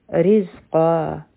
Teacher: په زا کې بزنګ والا آواز دی، او قا دا قاف غټ حرف دی او دا به مد عوض عن التنوین جوړ شي ځکه چې مونږ ودرېږو دلته.